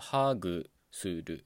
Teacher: ントのパターンは高い低いっていうのが精通です。ただ単独で使われない時例えばまあ分かりやすいやつで言うと地動説とか天動説とかありますよね。でこういうふうに地動説天動説といった場合は節の部分のアクセントのパターンが変わっちゃってるんですよね。両方低い低いのパターンになってるんですよ。地動説じゃなくて地動説。で、こういうふうにある単語が何かの単語の一部になる時にアクセントのパターンが変わるっていうのはよくあることで、するっていう動詞もするで、これは低い高いなんですけど、例えば、ハグするとか言った場合は、ハグするなので、やはりこのするっていうアクセントも低い低いとなっています